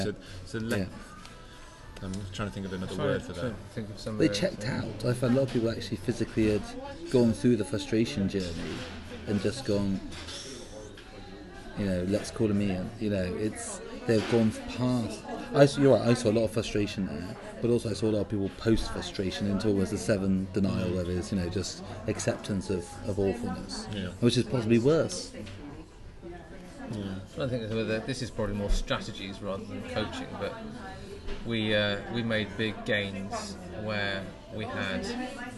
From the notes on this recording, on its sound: The Owain Glyndwr, Cardiff, UK. We stopped by a pub in the centre of name.